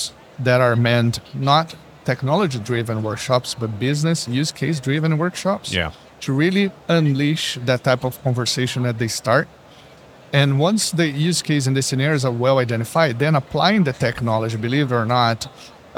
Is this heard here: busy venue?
yes